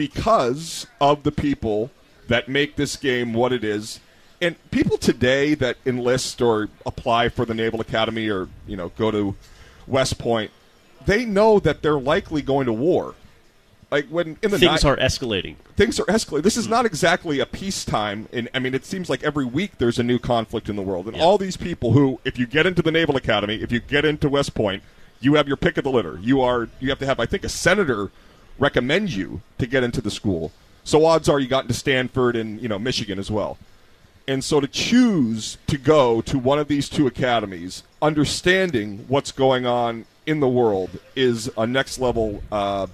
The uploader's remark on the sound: Live at The Harp at Gillette Stadium before Army-Navy.